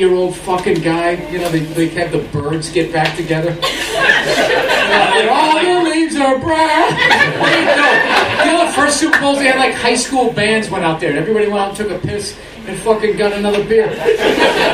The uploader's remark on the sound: Recorded Friday July 31st, 2015 At The Comedy Store. All Things Comedy Live Podcast. At The Comedy Store Los Angeles, CA.